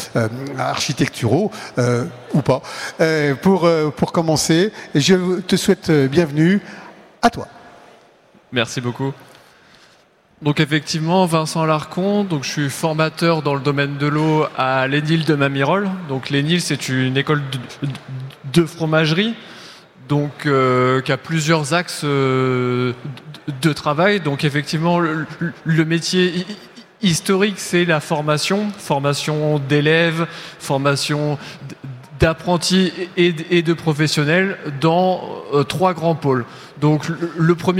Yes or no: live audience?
yes